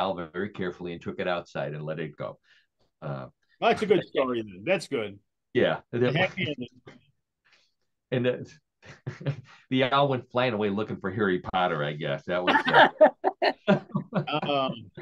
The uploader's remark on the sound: Zoom had us fooled as we began our weekly live show thinking we weren’t live we began recording – but guess what, “What in The World” was live on the air for our end of the year show.